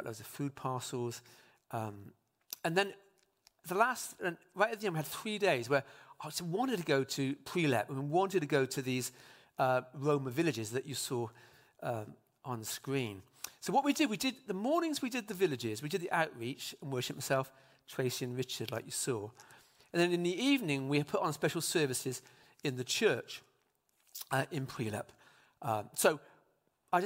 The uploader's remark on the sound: speaks live at Trinity Cheltenham